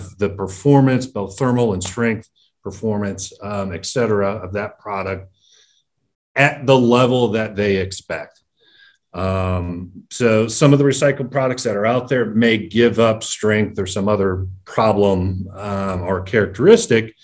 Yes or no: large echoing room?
no